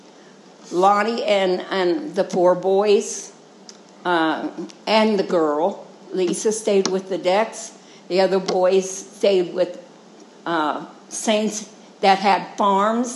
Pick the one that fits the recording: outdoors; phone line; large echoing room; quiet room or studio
large echoing room